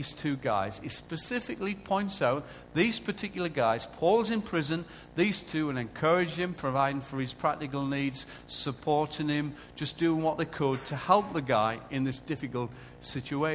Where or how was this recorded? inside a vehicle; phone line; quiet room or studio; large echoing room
large echoing room